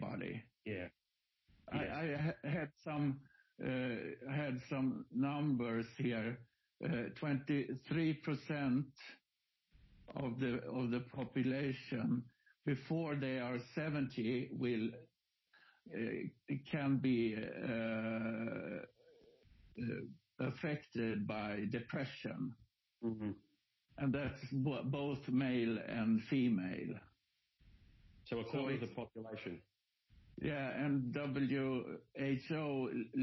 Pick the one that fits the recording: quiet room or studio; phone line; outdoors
phone line